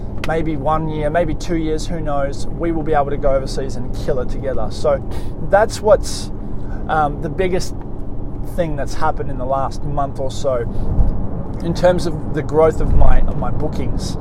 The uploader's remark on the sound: On this episode I am in the car.